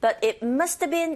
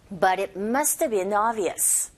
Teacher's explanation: 그래서 말할 때 속도감이 확 붙게 되죠. must have been, have가 약화되어져서 어처럼 소리가 내는 경우 있습니다